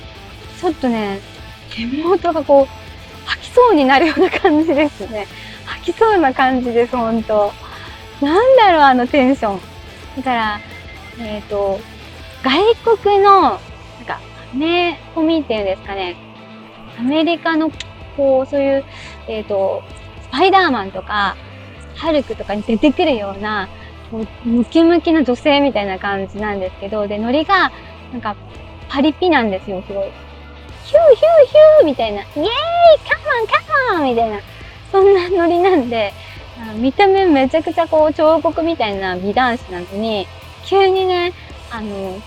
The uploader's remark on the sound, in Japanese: 音悪。運転中に録音したので、音声悪いです。実験で一人でしゃべってみました。